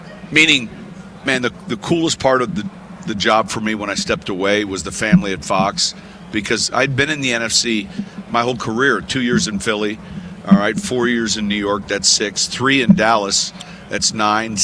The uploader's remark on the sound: on Radio Row at Mandalay Bay in Las Vegas